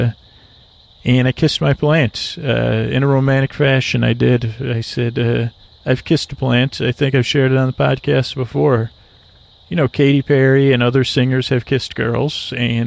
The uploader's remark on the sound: On Location. An ambient episode recorded on the edge of dusk in Florida. Listen and comment on the sounds of the swamp.